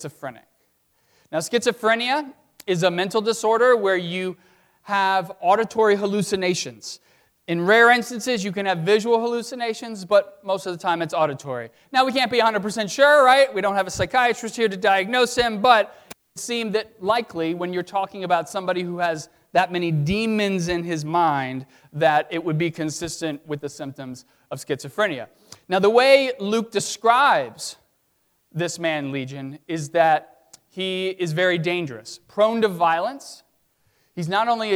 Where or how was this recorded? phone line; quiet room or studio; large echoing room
large echoing room